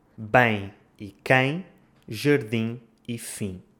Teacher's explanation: Essas normalmente terminam nos sons nasais em e in.